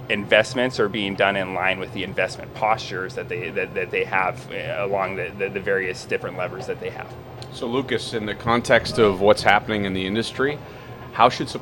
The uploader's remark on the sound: At the November OESA automotive supplier conference in Novi, MI